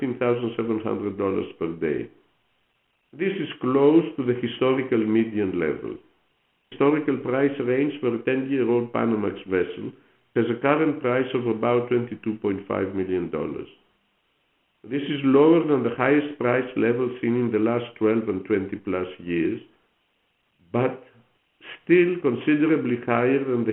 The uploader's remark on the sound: during the Company's Q4 2022 Earnings Conference Call